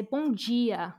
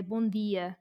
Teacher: the Brazilians will say bom dia with like a j sound · Shown in: first take